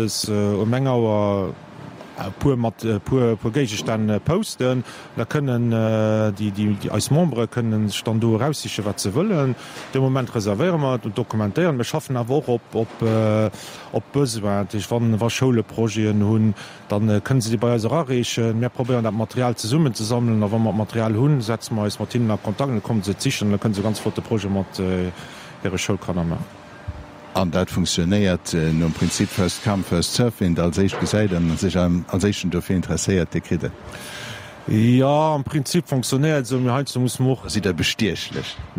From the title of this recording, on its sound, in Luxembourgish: Live aus dem Sivec Schëffleng